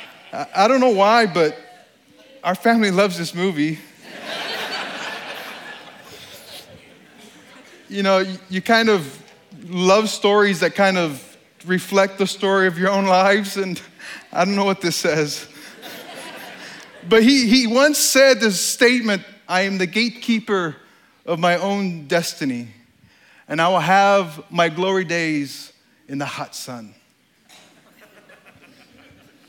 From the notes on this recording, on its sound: This talk at STORY 2016. This talk was given on stage at the Country Music Hall of Fame in Nashville, TN.